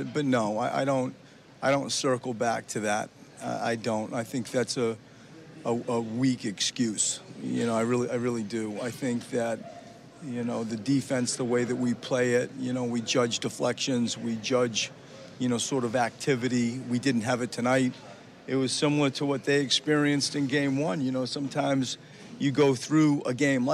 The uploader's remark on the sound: postgame press conference